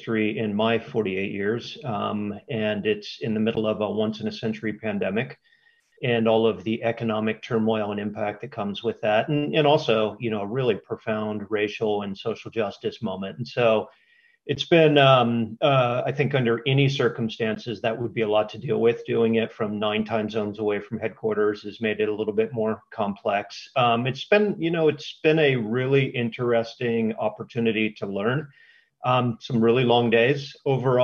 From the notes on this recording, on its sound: sits down for a candid Zoom conversation